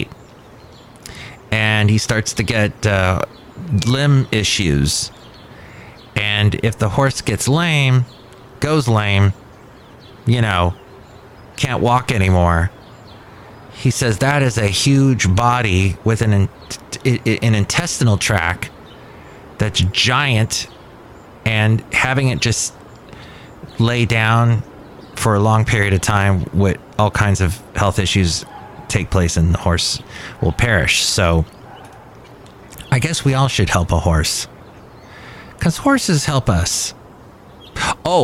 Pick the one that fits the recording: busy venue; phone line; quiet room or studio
busy venue